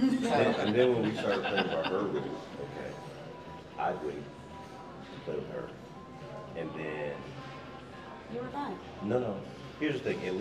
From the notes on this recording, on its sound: The Mocha's live at Splash Mocha.